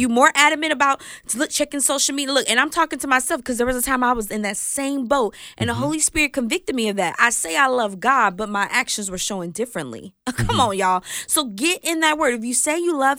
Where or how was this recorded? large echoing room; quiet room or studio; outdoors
quiet room or studio